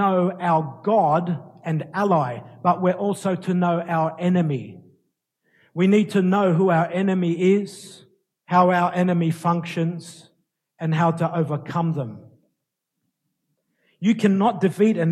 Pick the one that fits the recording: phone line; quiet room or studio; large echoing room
large echoing room